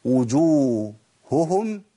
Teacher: يبقى ناخد بالنا لما تتكرر الهاء، جم عندي الهائين، هاء في اخر الكلمه والكلمه وهاء في اول كلمه تليها، او جم الاثنين في كلمه واحده، احذر واخد بالي من ايه؟ احذر من ضياع وفقد هاء منهم